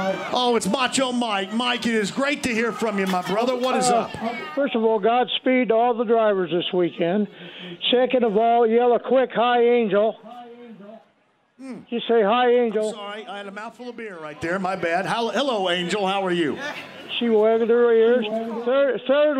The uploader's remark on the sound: Live at Carb Day From The Indianapolis Motor Speedway!